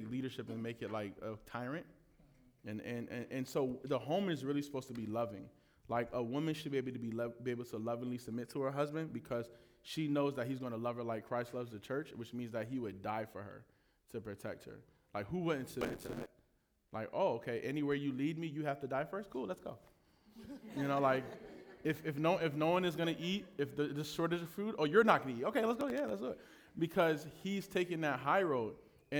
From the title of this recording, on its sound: Live Q&A Panel Discussion